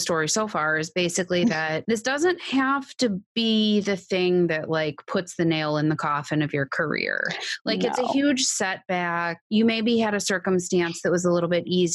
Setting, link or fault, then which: link, video call